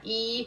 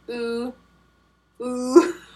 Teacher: The only thing that changes is the way that you position your lips. Think about E, you smile, E, and then you have oo, ooh.